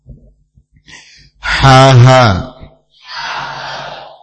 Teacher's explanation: Ha dengan a makhrajnya sama. Keluar dari pangkal tenggorokan. · Term: huruf ha